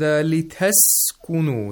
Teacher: Scene has the highest timing, the longest timing, actually. Because it is a weak fricative.